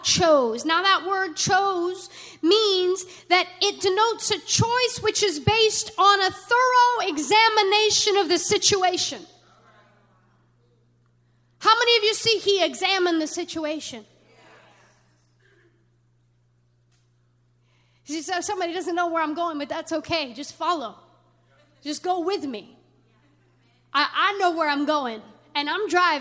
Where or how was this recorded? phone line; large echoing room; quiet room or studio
large echoing room